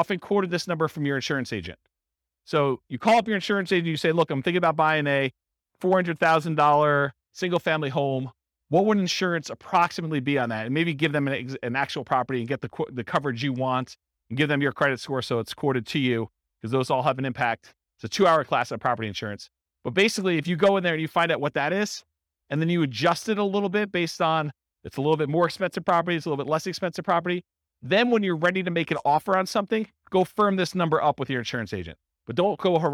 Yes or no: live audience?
yes